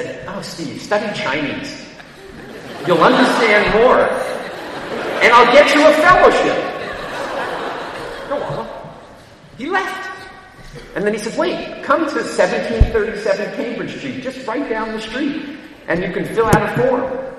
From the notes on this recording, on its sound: At an event of the China Entrepreneurs Forum before an audience of 1,200 at Harvard University.